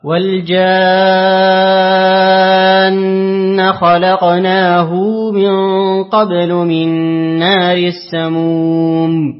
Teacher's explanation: أقرأ لابن كثير بصلة الهاء.